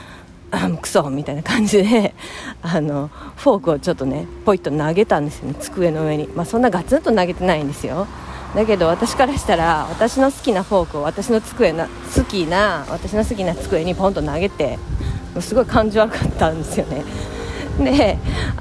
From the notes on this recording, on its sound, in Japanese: 雑音アリ。すみません※。出勤中に歩きながら話しています。